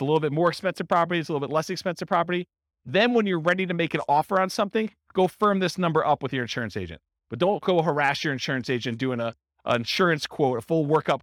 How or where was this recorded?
live audience